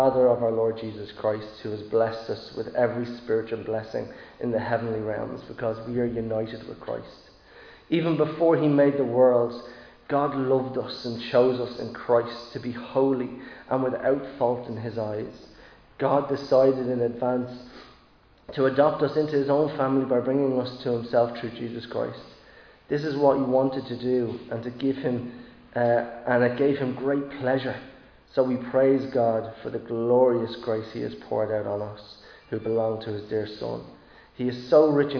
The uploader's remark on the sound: Recorded live in Liberty Church on 13 March 2022